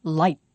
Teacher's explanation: Can you hear the throat close for a moment at the end?